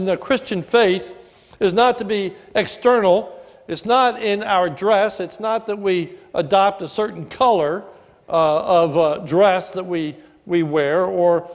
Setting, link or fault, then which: setting, large echoing room